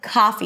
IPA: ˈkɑːfi